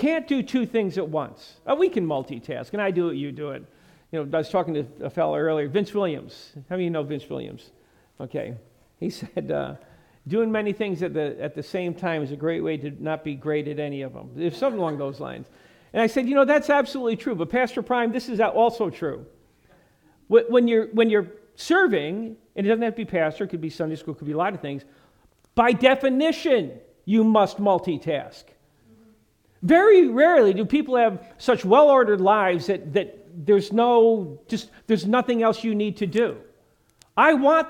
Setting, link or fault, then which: setting, large echoing room